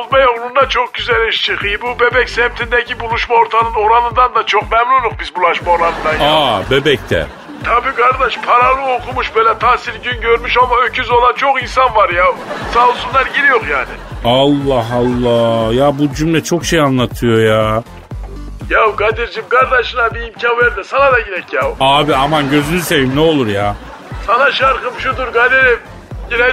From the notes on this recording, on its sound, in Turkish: telefon görüşmesi.